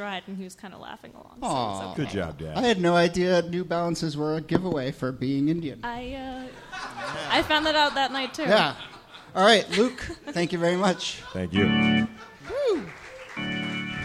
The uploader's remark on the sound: Ask Roulette is a conversation series in which strangers ask each other questions on stage. This excerpt is from our November regular show at Housing Works Bookstore.